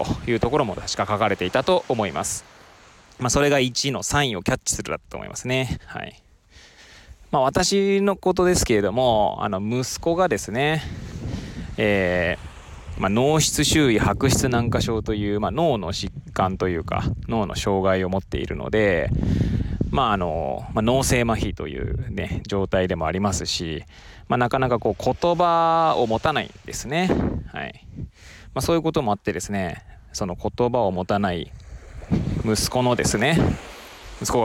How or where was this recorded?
outdoors